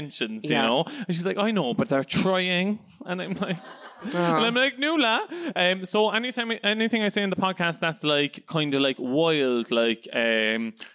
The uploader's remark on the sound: In my second live show. In front of a lively crowd of predrinkers.